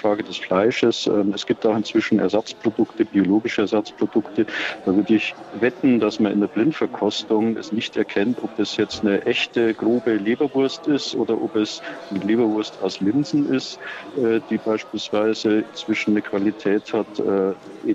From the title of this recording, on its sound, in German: LIVE von der GRÜNEN WOCHE